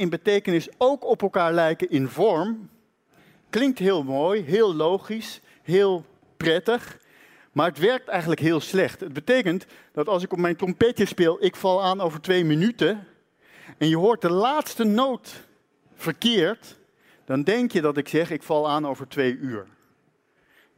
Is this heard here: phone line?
no